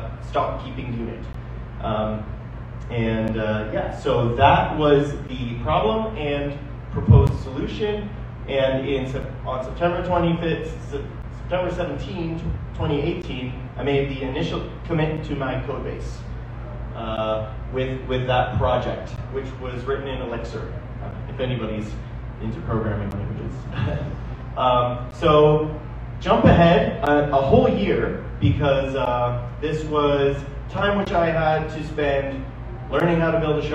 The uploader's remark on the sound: The conversation at the Milton Innovation Community Meetup